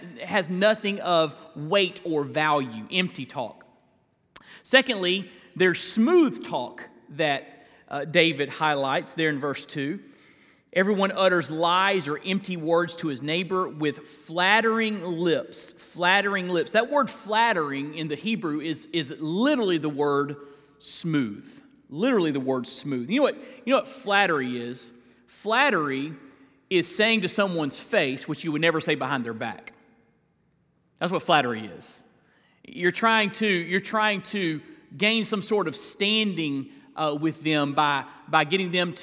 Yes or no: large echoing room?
yes